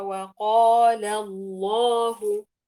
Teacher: اللام الأولى مرققة واللام في اسم الجلالة مفخمة